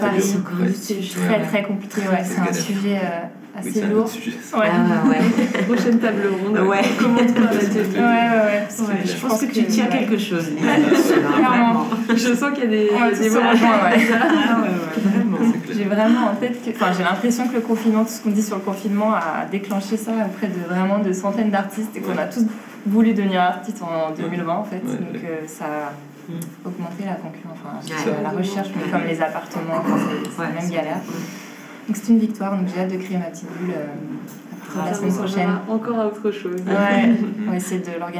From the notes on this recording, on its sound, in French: Cet épisode a été enregistré en live lors de la table ronde que j'ai animé le 18 mars sur la dernière exposition organisée par le Cercle des Artistes : "Agora".